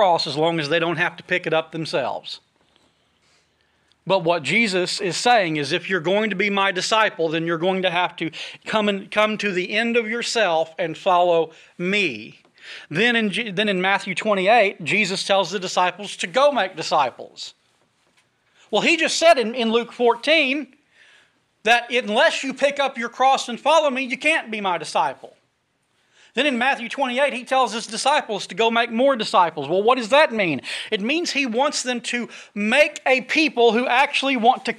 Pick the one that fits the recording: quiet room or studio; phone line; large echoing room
large echoing room